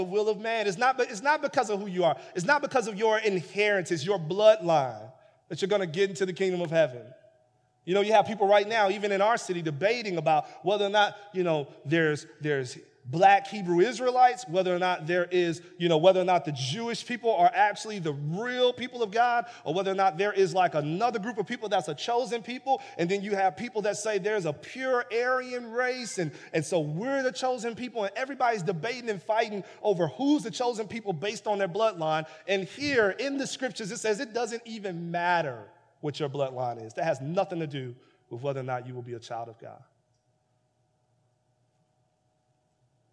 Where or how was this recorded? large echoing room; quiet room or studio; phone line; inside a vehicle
large echoing room